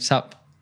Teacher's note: because it's so common in the US, we've just taken off the part of what and just left the sup · Term: connected speech